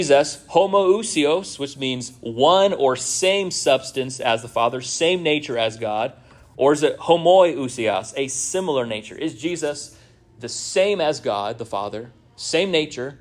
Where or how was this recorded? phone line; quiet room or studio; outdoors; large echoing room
large echoing room